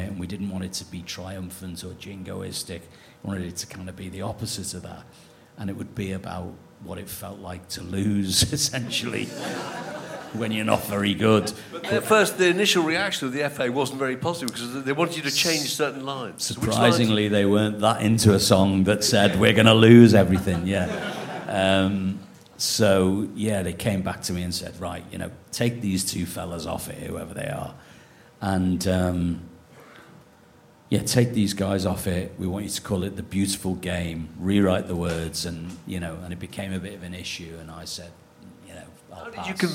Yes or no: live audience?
yes